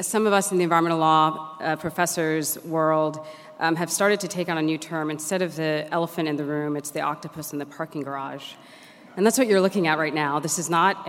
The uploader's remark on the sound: Keynote Conversation 3: 'EJ and Climate Governance' from the 'Environmental Justice 2017' Conference, held at the University of Sydney (6-8 November).